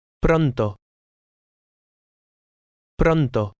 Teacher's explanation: careful of the R sound, which is slightly trilled.